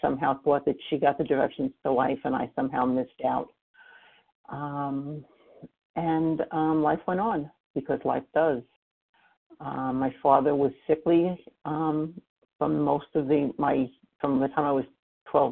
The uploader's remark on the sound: 100 Pounders Phone Meeting on 11/23/20